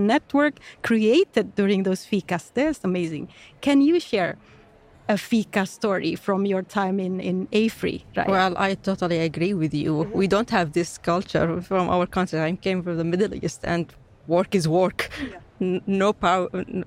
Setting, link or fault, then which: setting, busy venue